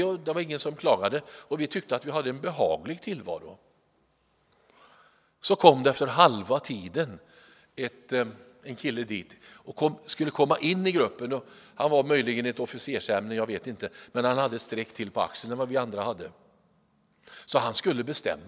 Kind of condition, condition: setting, large echoing room